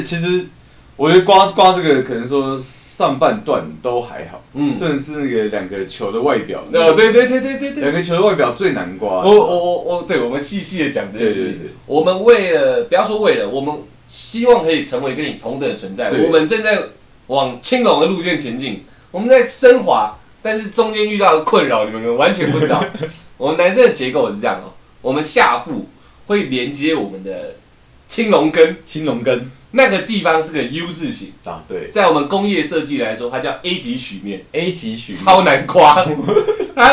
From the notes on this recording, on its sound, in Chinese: 平常用的麥克風今天忽然出況了，趕快去便利商店買一個頂著先，音質有很大的差別，請不要介意。